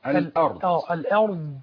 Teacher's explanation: من إحدى حافتي اللسان من الجهة اليسرى · Term: الضاد